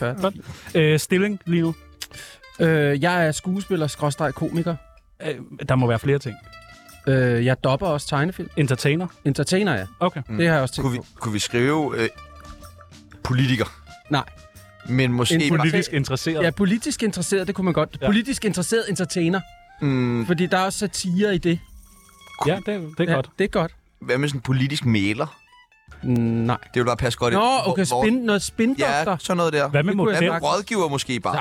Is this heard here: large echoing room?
no